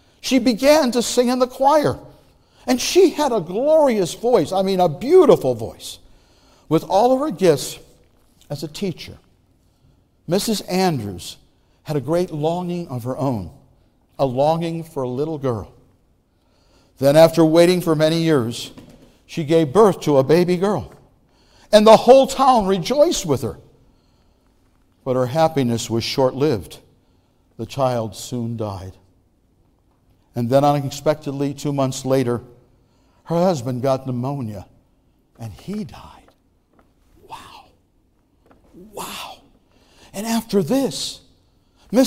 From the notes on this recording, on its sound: Message Preached at Valley Creek Church